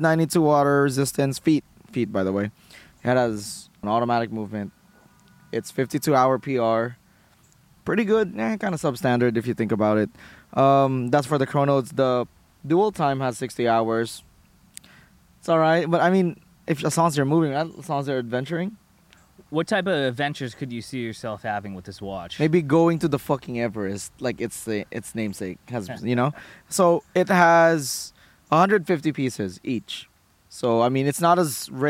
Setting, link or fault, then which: setting, outdoors